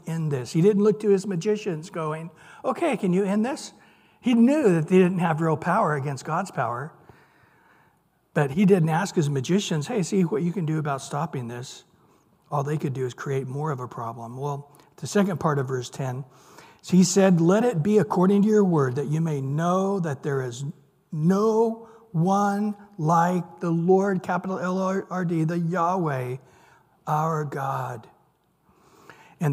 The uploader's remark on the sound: Recorded at Calvary Chapel of Los Alamitos on Mar 22 2023 on Wednesday evening sermon.